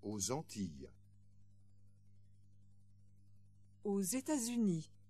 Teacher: Finally, two names of countries preceded by O, A-U-X. Because of the liaison, there should be a Z sound between O and the name of the country.